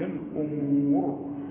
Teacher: والراء تفخم ما دام هنقف عليها